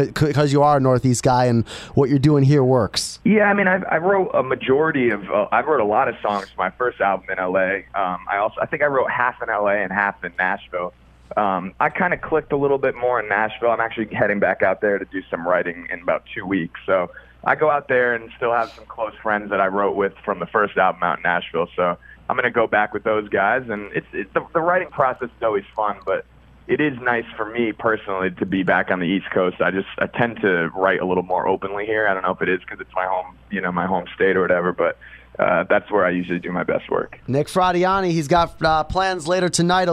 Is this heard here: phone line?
yes